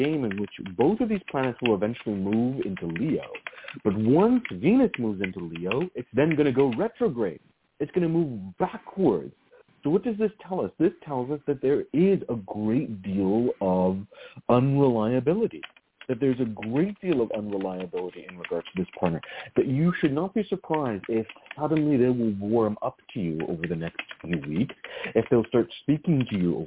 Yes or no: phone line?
yes